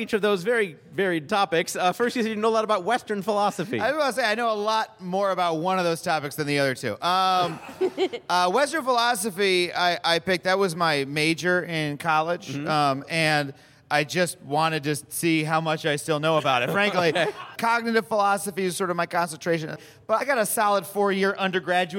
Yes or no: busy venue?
yes